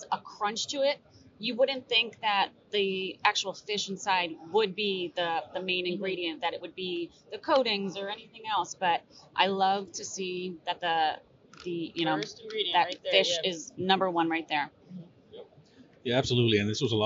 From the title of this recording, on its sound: Live From Seafood Expo Global